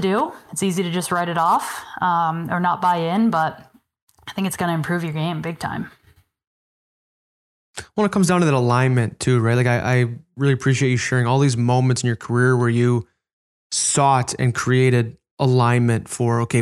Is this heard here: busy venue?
no